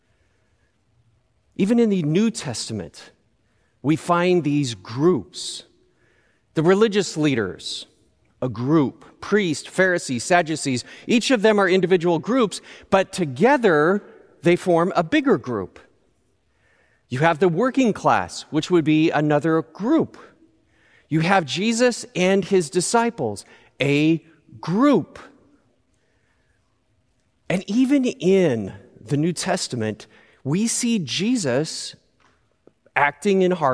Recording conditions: large echoing room